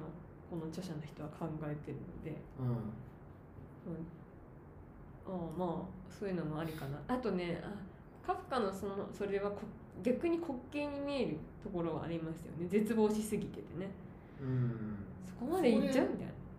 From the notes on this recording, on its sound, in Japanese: 収録は2月に対面で行いましたので雑音多めです。